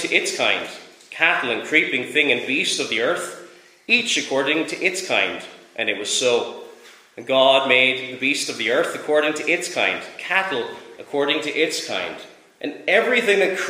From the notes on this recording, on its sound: Preached at Rathfriland Reformed Presbyterian Church on Sabbath evening on December 11th.